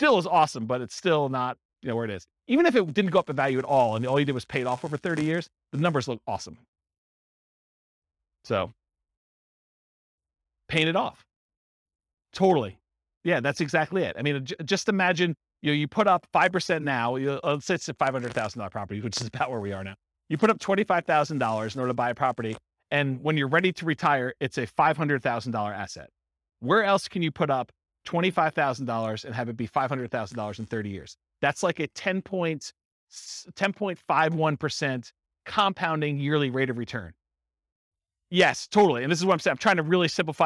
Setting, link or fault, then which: setting, live audience